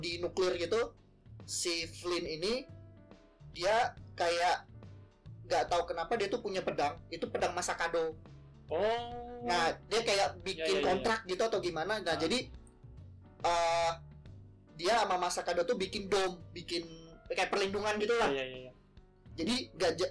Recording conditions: distortion